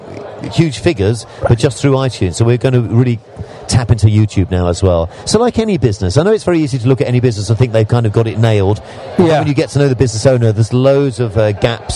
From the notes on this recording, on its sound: live from Traffic and Conversion in San Diego